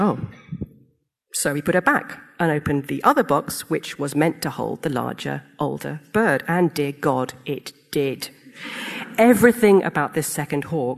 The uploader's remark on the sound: Live Event